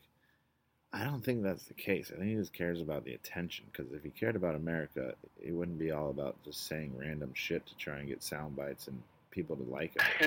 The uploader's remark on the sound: The audio got really messed up this week so do what you can to listen. Not sure how it happen.